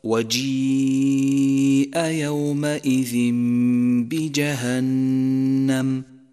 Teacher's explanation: الياء ساكنة مكسور ما قبلها وبعدها الهمزة في كلمة واحدة، نمدها 4 أو 5 حركات وجوبا. سمي هذا المد متصلا لاتصال سببه وهو الهمز بحرف المد، أي جاء في كلمة واحدة. · Term: المد المتصل